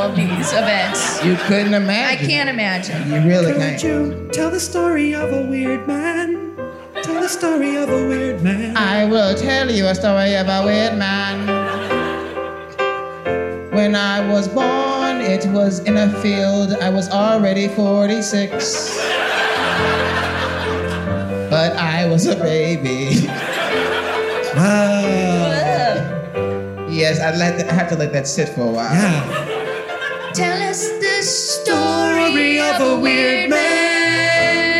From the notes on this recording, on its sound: live from the Moontower Comedy Festival